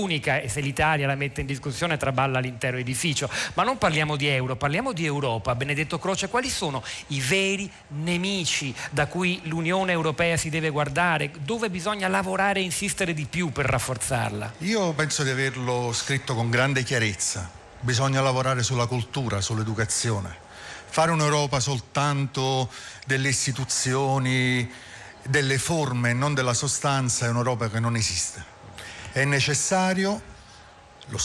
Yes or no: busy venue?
yes